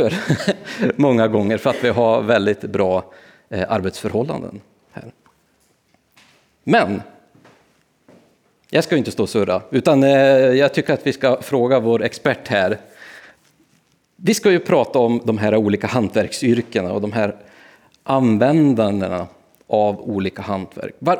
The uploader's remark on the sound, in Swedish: Besökte vi Sätergläntan – institutet för slöjd och hantverk i Dalarna. Ett fantastiskt trevligt evenemang där vi inför publik berättade.